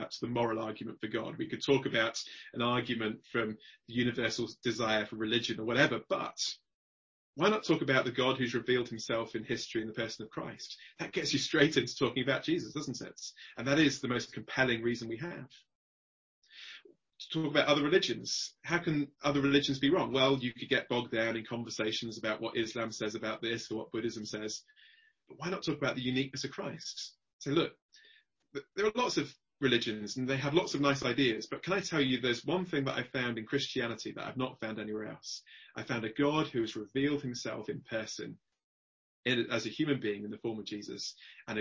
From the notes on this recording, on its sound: Zoom gathering on Tuesday 25th April 2020 - With Questions and Answers afterwards